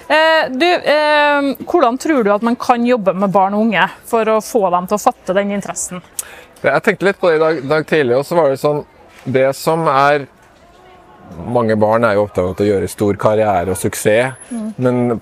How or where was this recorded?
busy venue